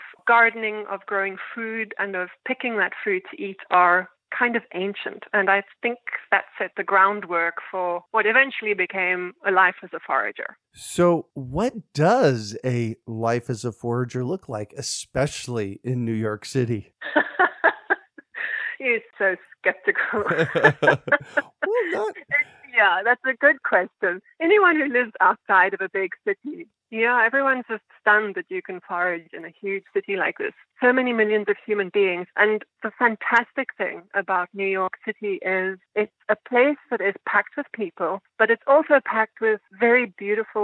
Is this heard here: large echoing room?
no